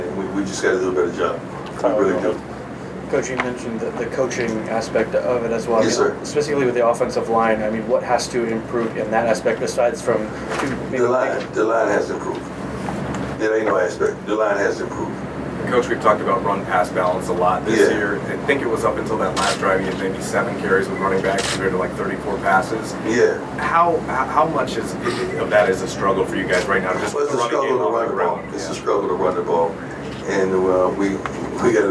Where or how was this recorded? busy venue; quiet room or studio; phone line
busy venue